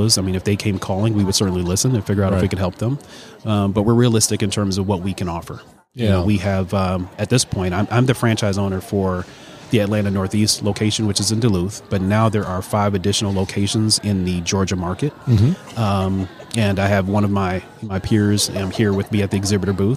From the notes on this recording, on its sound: LIVE from SOAHR 2023. At the Business RadioX® remote.